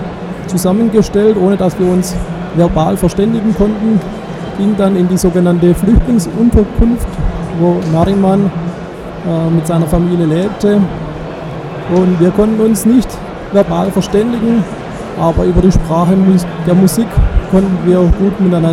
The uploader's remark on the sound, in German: im Interview live auf dem evangelischen Kirchentag 2017 in Berlin